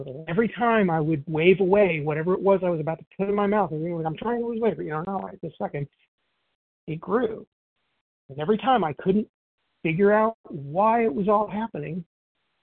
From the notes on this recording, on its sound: 100 Pounders Phone Meeting